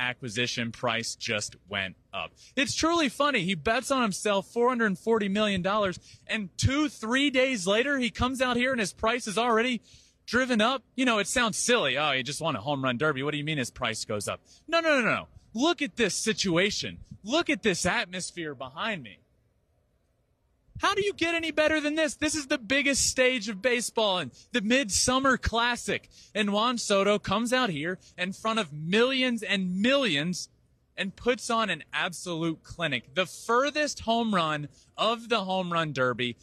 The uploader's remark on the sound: MLB HOME RUN DERBY 2022 LIVE FROM DODGER STADIUM